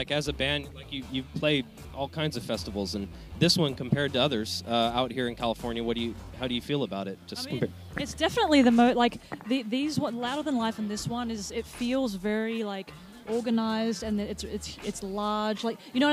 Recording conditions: busy venue